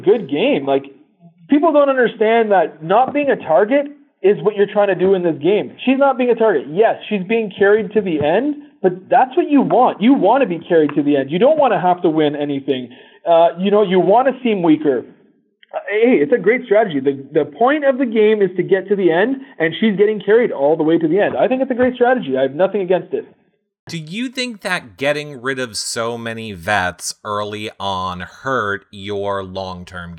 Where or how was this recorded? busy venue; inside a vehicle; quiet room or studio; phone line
phone line